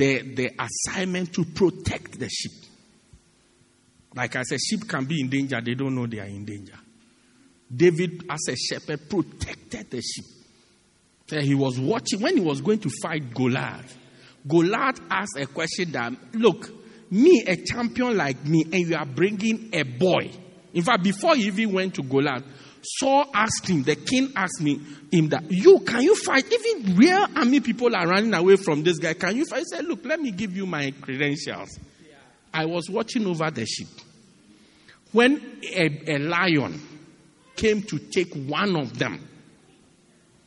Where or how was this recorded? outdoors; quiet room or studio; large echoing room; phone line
large echoing room